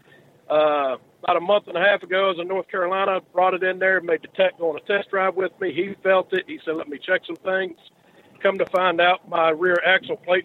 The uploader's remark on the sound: Call in Question and Answer Show